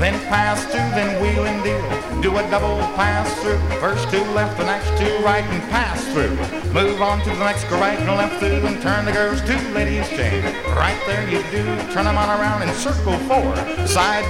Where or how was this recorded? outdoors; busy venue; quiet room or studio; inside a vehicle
busy venue